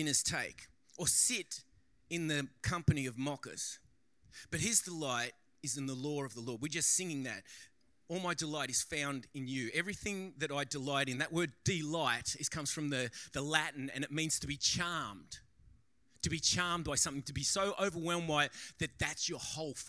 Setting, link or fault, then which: setting, large echoing room